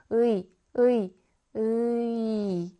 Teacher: 의에서 이로 가는 혀의 위치와 입술의 모양의 변화는 이중모음입니다